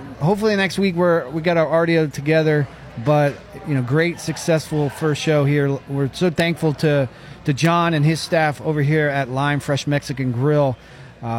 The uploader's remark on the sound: Live at Lime Fresh Mexican Grill. At Lime Fresh Mexican Grill on Narcoossee just south of Lake Nona High School.